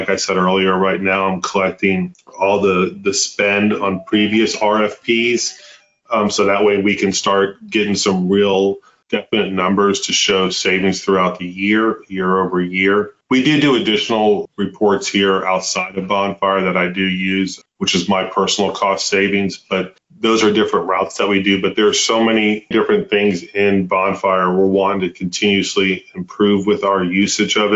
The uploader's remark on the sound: We’re bringing you a recorded webinar featuring the story of UT Health San Antonio, a leading research university in South Texas.